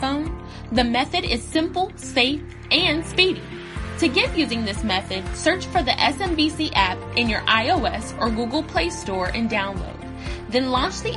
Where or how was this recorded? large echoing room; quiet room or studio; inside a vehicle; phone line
large echoing room